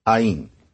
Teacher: It became ain. There's that n hanging on the end, and n's are often rather fragile.